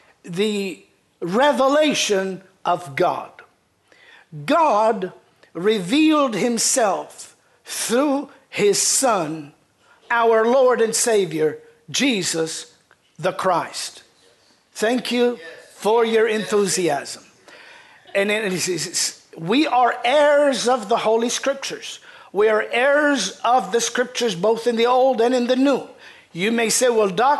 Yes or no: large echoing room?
yes